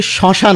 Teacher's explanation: মফলা যদি শব্দের শুরুতে থাকে তখন সেই মায়ের উচ্চারণ আমরা করি না, কিন্তু শব্দের মাঝে আর শেষে এসে গেলে যে বর্ণের সঙ্গে যুক্ত হবে তাকে ডবল করে দেবে।